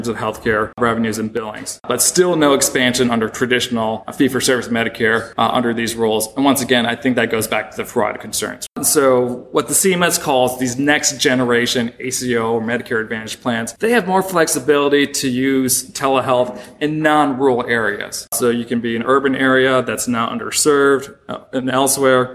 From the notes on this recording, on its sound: This episode was recorded at the annual meeting of the Southeastern Association of Law Schools during a panel reviewing the year in healthcare financing.